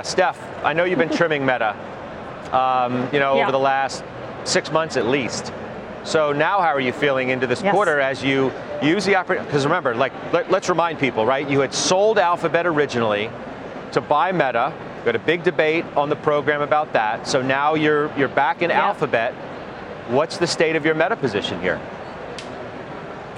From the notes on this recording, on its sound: Live from the Charles Schwab IMPACT conference in Philadelphia.